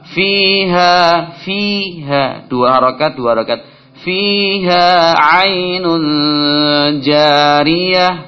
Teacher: tahan karena tanwin bertemu jim ikhfa